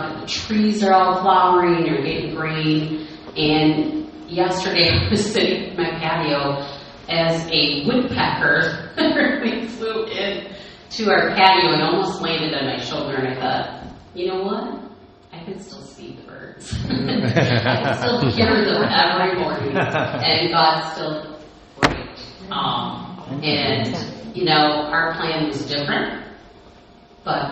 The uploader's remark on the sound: Today's recording was not planned so please forgive the audio!